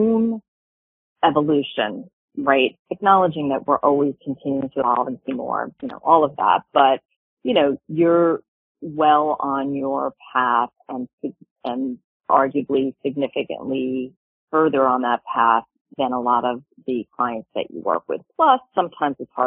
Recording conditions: phone line